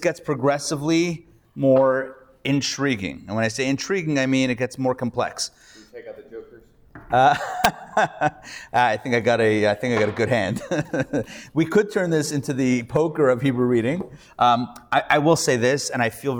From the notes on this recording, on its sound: Recorded Live at The Torah Center ATL on Thursday, August 10, 2023